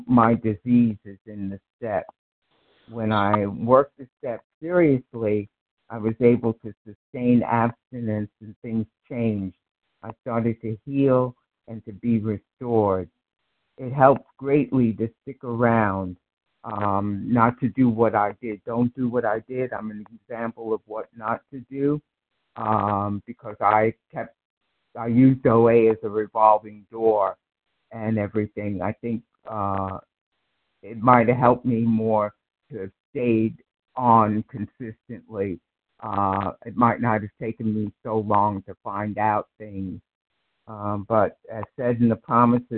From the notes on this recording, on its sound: 100 Pounders Phone Meeting